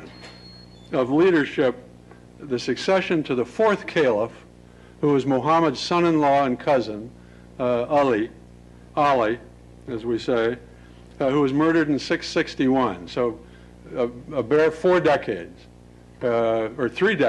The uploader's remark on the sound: Lecture at Stanford